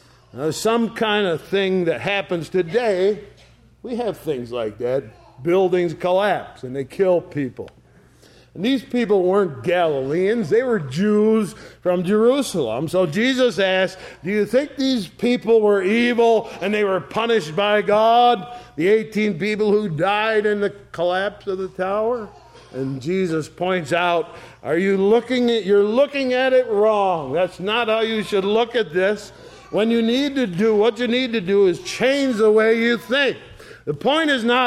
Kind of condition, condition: setting, large echoing room